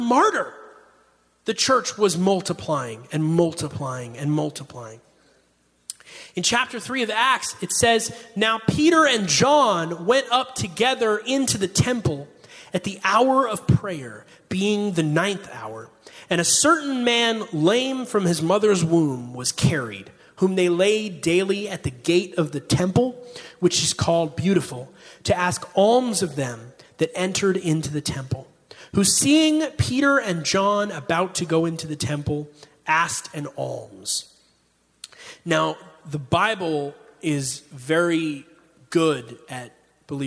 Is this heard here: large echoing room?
yes